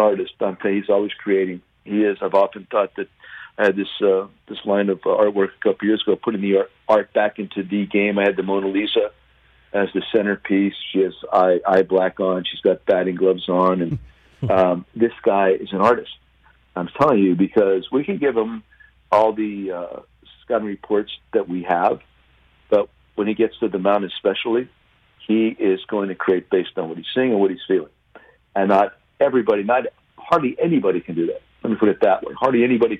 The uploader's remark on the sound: calls in from the set of Peacock’s ‘Tokyo Gold’